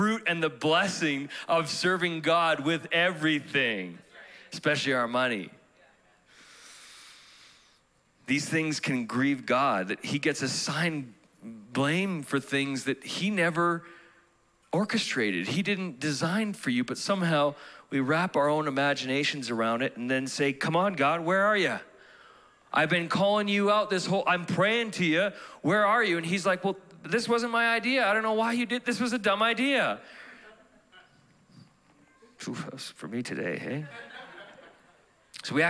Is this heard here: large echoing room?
yes